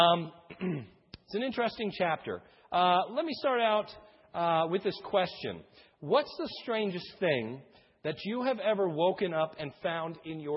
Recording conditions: large echoing room